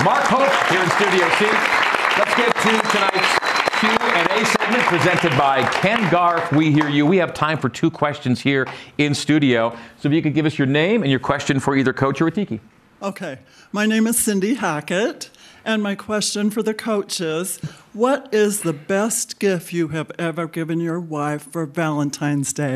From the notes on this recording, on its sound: A live audience in Studio C.